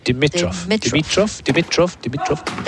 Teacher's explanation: Grigor's long been one of my favourites, and I had a Bulgarian student at the University of Oregon years ago who confirmed for me that Dimitrov is pronounced with emphasis on the second syllable.